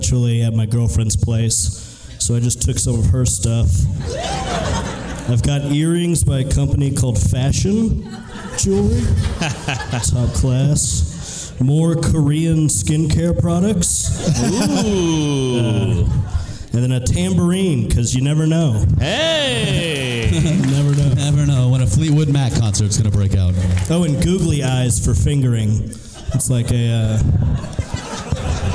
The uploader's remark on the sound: Live from the LOL Comedy Club in San Antonio